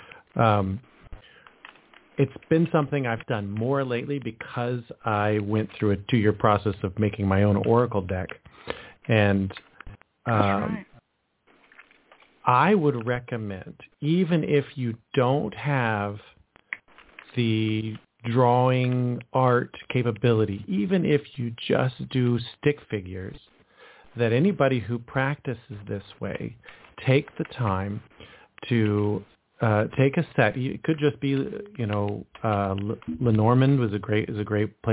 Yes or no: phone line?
yes